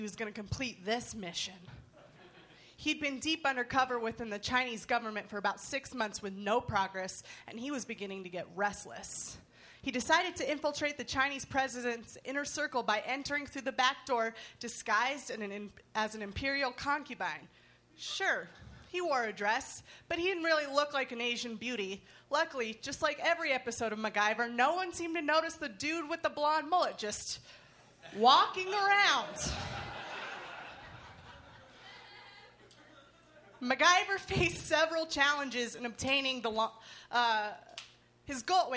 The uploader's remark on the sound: At the high plains comedy fest in Denver.